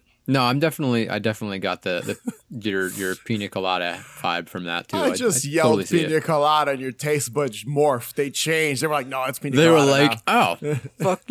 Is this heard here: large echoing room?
no